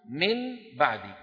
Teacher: قلب النون الساكنة أو التنوين عند الباء ميما مخفاة بغنة، نحو من بعدي، كان النطق في حالة الإظهار من بعدي، لكن كما قلت لكم من أجل السهولة كان العربي يقلب النون إلى حرف من مخرج الباء. · Term: القلب